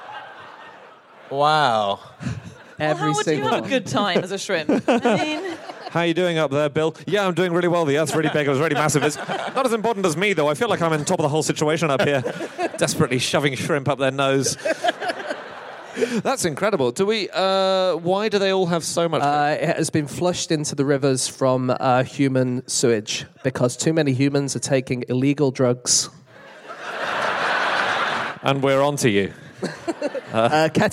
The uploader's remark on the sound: Live from New York